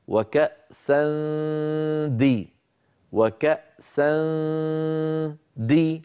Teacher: عند إخفاء النون الساكنة عند الدال التنوين الآن، وكأسا دهاقا، أيضا أهيئ فمي على قرب مخرج الدال، فإذا انتهى صوت الغنة أقرع بطرف لساني مخرج الدال هكذا، وكأسا دي وكأسا دي، لما أقول دي عندئذ أقرع مخرج · الغنة أقرع بطرف لساني مخرج الدال هكذا، وكأسا دي وكأسا دي، لما أقول دي عندئذ أقرع مخرج الدال